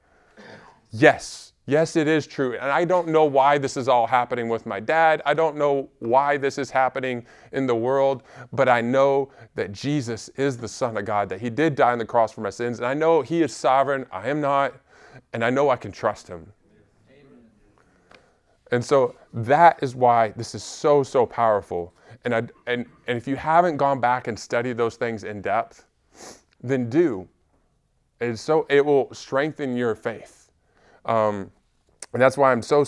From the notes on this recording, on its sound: Recorded at Emmaus Church in Buford, GA on Wednesday, March 8, 2023.